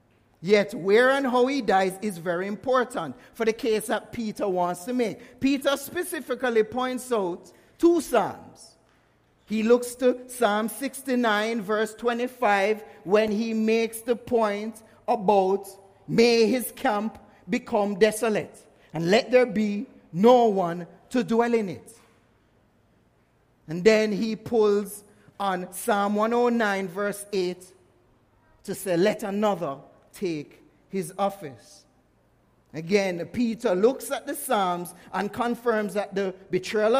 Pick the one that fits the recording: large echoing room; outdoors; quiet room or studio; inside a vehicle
large echoing room